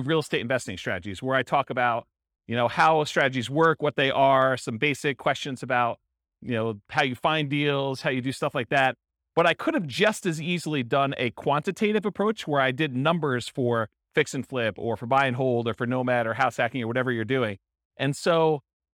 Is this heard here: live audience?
yes